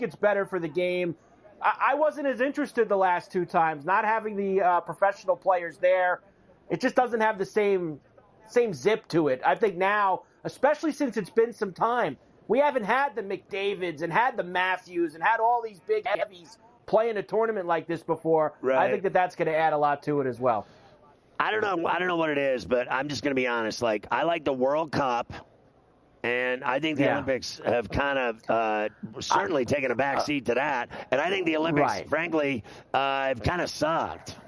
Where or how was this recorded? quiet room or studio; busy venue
busy venue